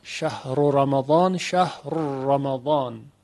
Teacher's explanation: و ادغام را در را